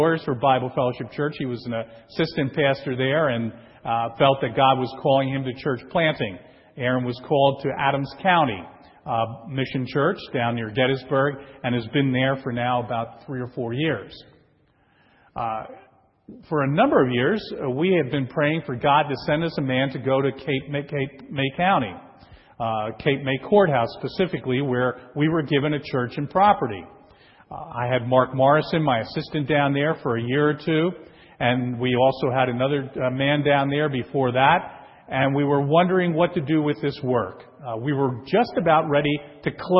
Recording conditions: large echoing room